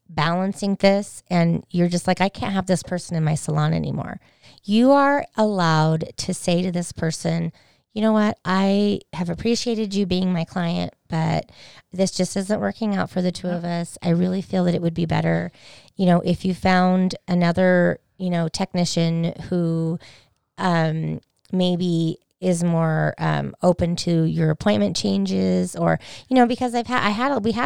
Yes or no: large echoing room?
no